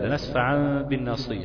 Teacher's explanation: لو أنا وقفت على قول لنسفع عند إدخاله، بدخل النون التوكيدية دي اللي هي أتت هنا على صورة تنوين في الباء وإقلاب، لنسفع بالناصية بفرجة بين الشفتين